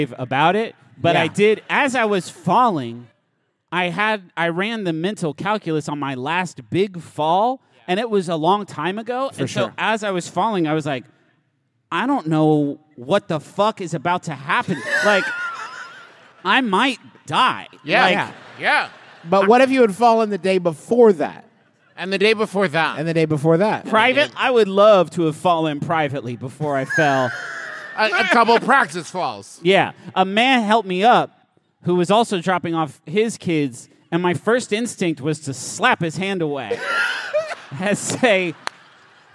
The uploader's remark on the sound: live from the sports-themed WaMu theater in Seattle, WA.